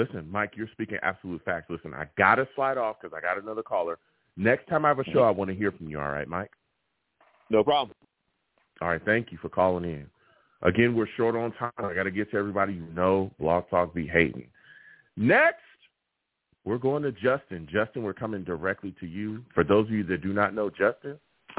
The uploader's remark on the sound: I take live callers!